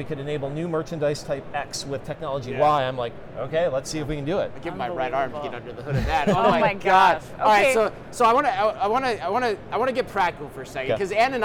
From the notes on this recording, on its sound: Live From NRF. LIVE FROM #NRF2024.